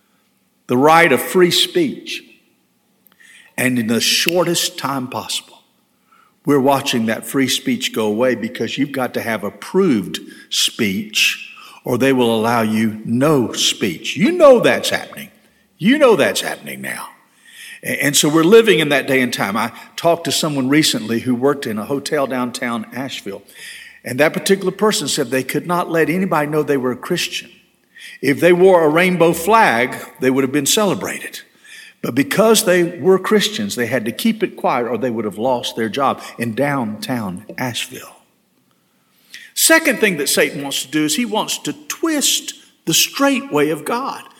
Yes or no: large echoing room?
yes